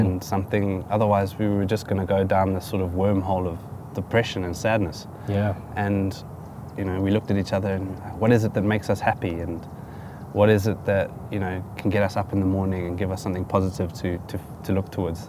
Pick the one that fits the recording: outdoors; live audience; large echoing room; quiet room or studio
outdoors